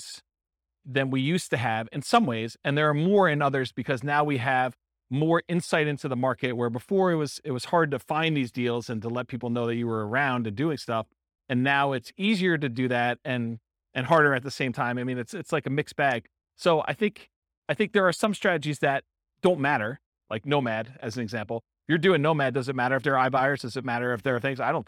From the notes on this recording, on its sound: This was a live class recorded.